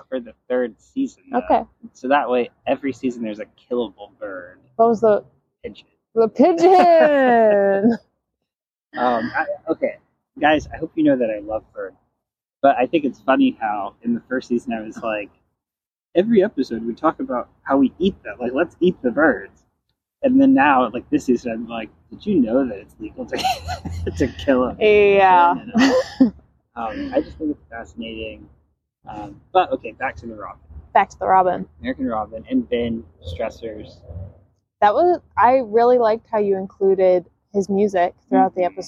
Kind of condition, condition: setting, outdoors